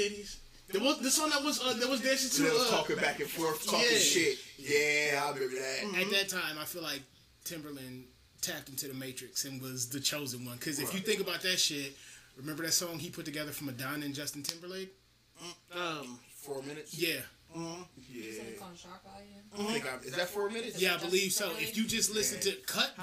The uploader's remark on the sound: (We apologize for the audio quality, we were just having so much fun we kinda neglected that part).